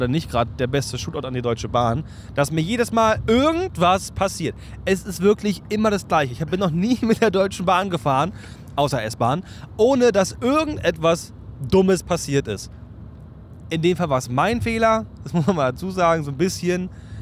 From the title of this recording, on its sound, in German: Live von der Autobahn